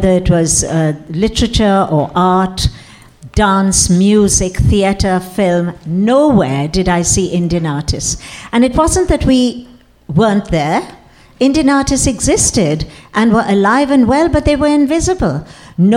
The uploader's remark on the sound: Live At Lincoln Center